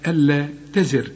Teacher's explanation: الحرف الراء اللي قبله مكسور عند الوقف، خد بالك نرقق